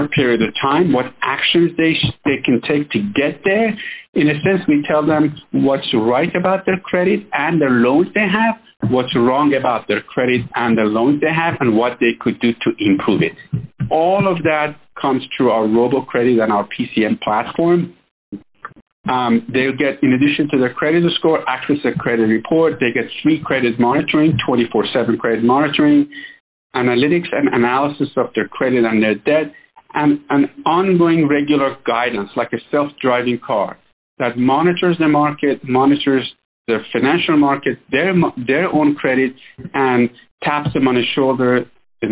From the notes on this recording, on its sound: This is an excerpt from that phone interview.